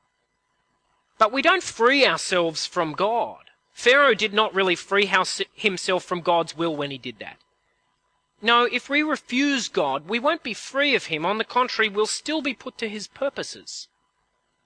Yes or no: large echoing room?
yes